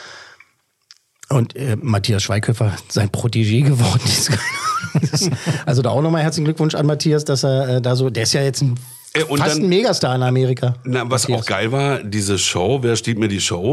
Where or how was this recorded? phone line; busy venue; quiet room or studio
quiet room or studio